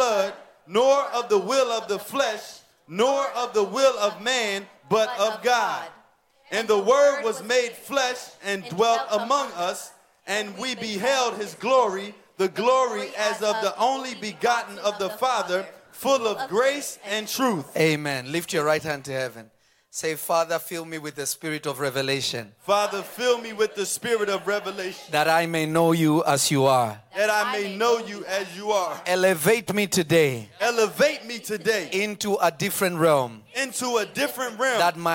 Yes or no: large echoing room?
yes